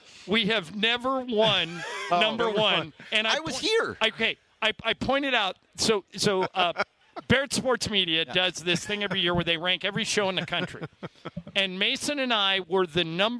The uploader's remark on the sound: live from the Nixo Lounge at the E-Central Hotel!